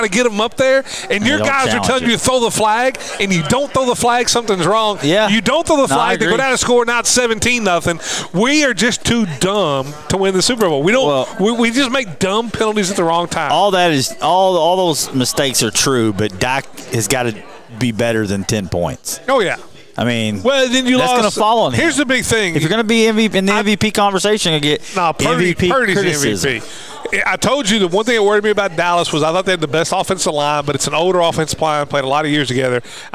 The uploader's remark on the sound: Live from Owensboro Country Club.